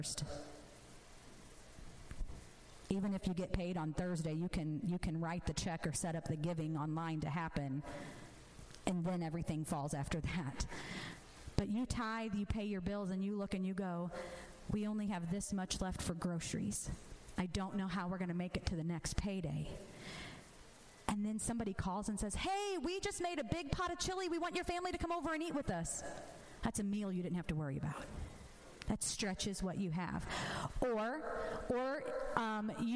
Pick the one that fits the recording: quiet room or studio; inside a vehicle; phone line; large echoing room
large echoing room